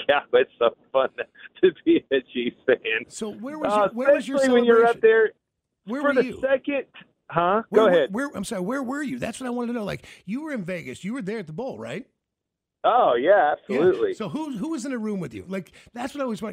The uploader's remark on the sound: on the phone!